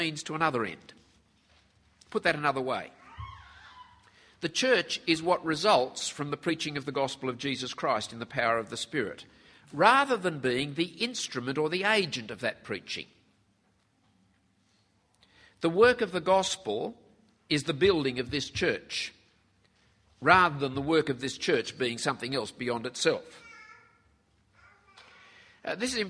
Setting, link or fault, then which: setting, live audience